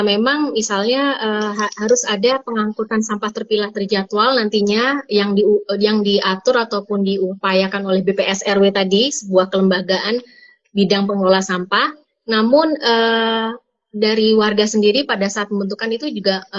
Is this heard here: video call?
yes